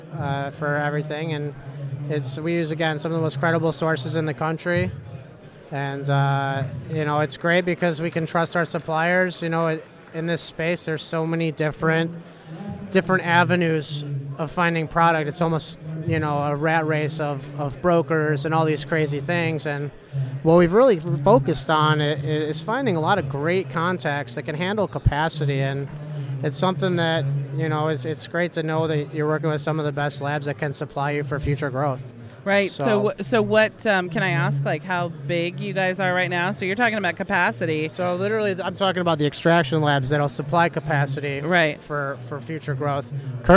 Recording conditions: busy venue